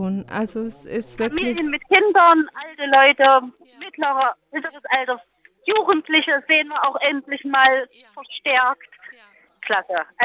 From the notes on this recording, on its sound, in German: Bei Radio Darmstadt über Telefon aufgezeichnet.